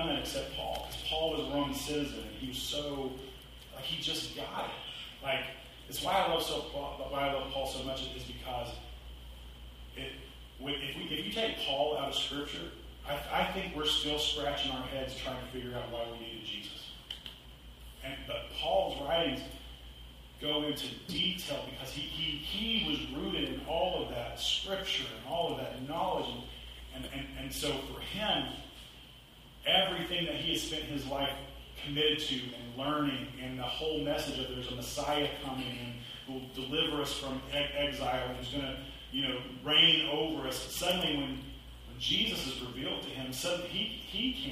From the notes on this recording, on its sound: Apologies for the audio quality.